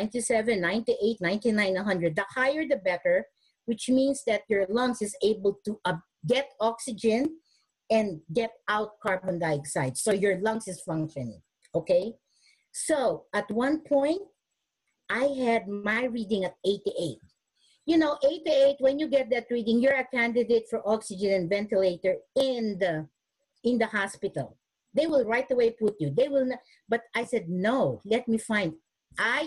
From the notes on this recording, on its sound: originally hosted as a webinar and recorded in May of 2020